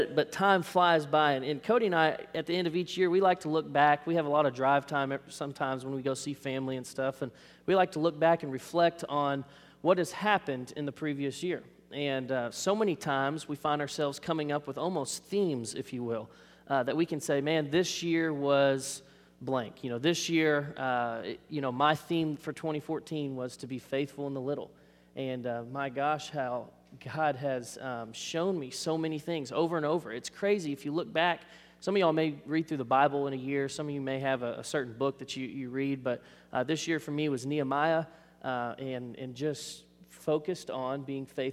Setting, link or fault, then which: setting, large echoing room